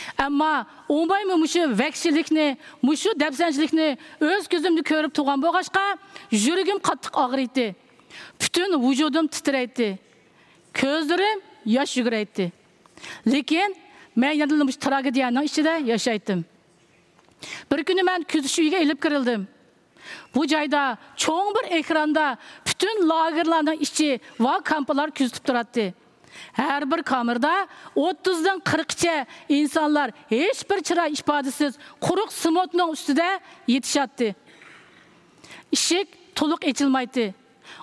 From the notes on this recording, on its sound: This episode is recorded in Uyghur. Recorded at the 2023 Oslo Freedom Forum.